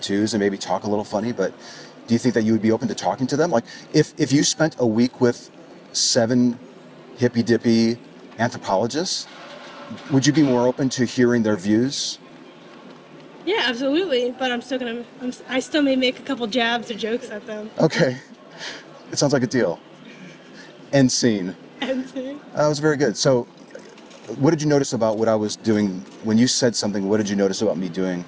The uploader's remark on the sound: Location: San Antonio, Texas. Recorded w/Go-Pro.